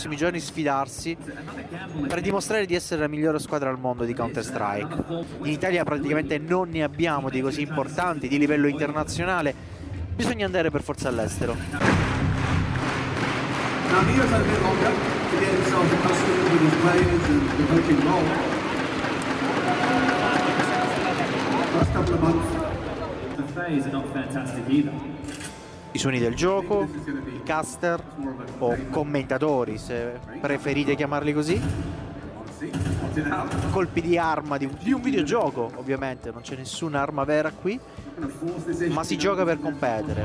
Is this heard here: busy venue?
yes